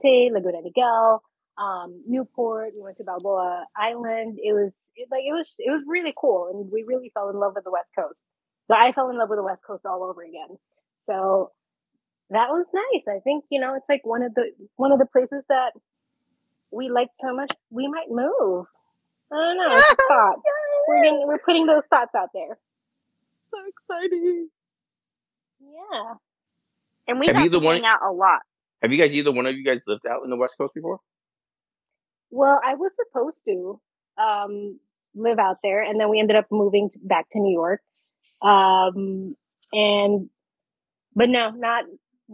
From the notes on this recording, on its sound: Why is the audio misbehaving? Is it time to get a new Zoom audio recorder? This is probably the last episode recorded via the “Zoom H6 6-Track Portable Recorder” that The Stuff and Junk Show have been using for 8 Years now.